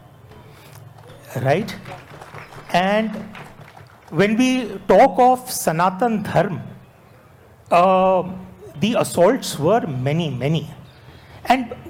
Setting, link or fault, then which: setting, live audience